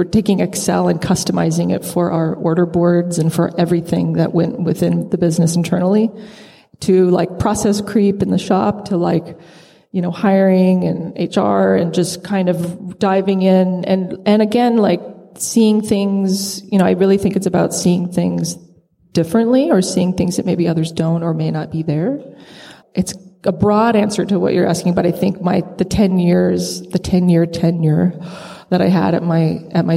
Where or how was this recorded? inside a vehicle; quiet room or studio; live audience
live audience